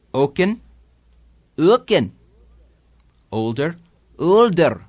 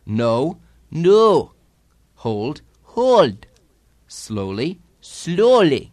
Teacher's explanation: soften the O slightly toward the U and elongate with an extra little stage to the diphthong